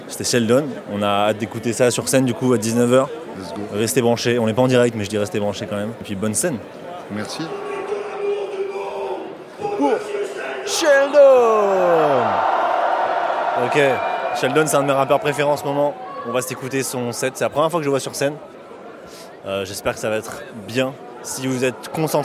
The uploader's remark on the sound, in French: Au milieu du Grünt Festival. Pose ses micros dans les coulisses du Grünt Festival 2 et part à la rencontre de ceux qui le font : organisateurs, artistes et spectateurs.